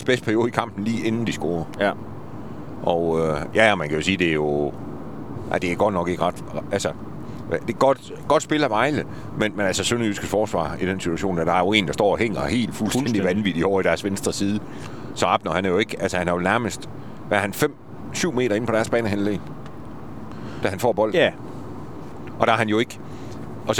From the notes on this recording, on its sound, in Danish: Denne podcast er optaget på vej hjem efter kampen i Haderslev